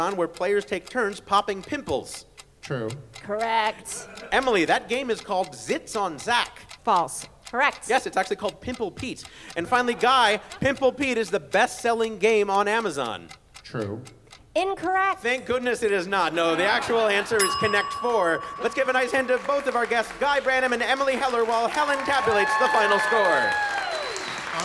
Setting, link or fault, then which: setting, busy venue